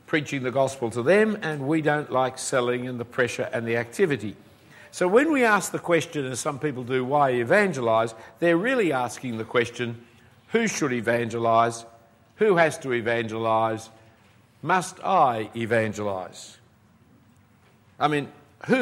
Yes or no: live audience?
yes